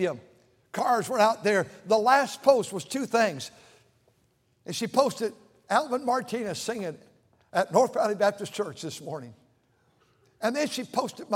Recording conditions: large echoing room